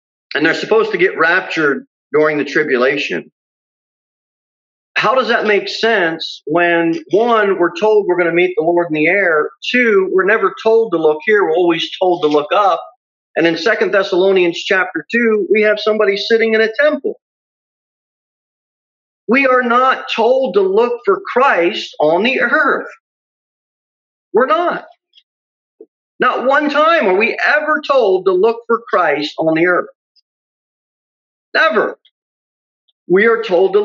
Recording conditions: large echoing room